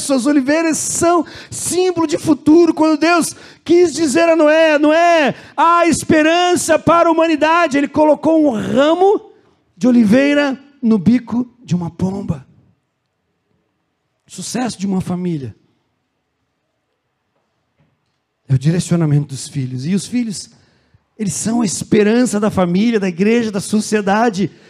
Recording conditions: large echoing room